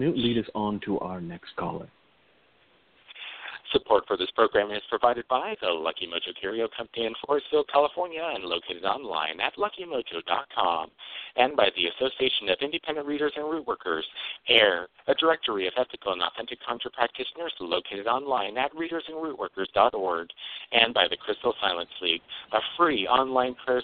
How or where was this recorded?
phone line